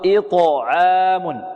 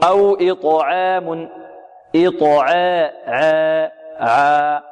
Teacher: أو إطعام، إط، الطاء هنا مقلقلة ومفخمة، إط، إط، لا نقول إط تقلقل بدون تفخيم جيد، لا، تقلقل وتفخم تفخيما جيدا. والعين مرققة، والألف بعدها كذلك مرققة، لأن الألف تتبع ما قبلها · Shown in: first take